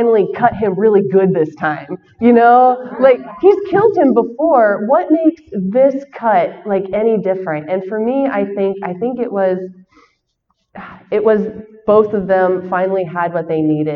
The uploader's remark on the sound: shares her panel from Celebration Chicago